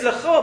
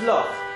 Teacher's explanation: We say the word is Lecho, but because it's a pause there, the word Lecho becomes Loch. Take any posuk, which ends, and the word to you would be lecho in the posuk, will change to loch at the end of the posuk.